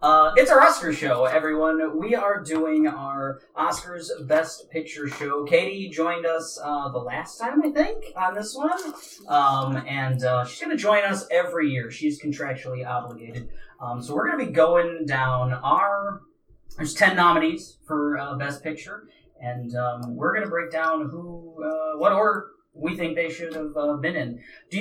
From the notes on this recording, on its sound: LIVE on the Oscars Red Carpet!